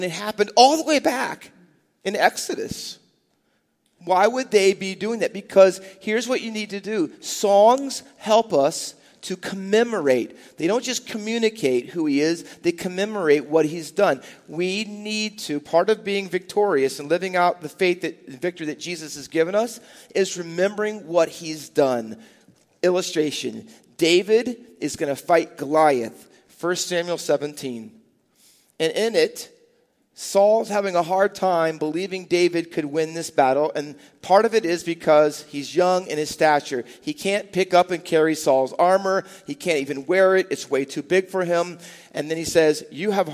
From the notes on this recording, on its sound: Faith Baptist Church in Hamilton, NJ.